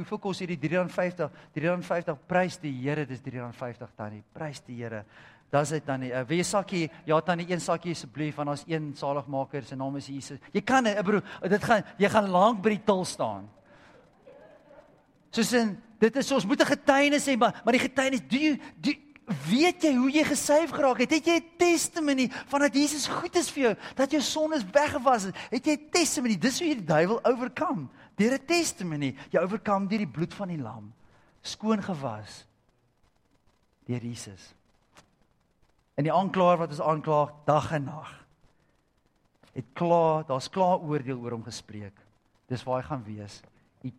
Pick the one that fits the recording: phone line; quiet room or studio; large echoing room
large echoing room